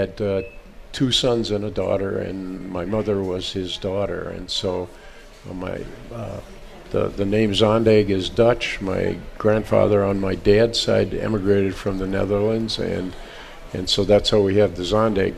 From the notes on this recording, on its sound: Live At Jung Garden Center.